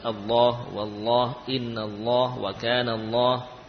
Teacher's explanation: Ini lafadz Allah yang sebelumnya fathah, maka lam dibaca tebal.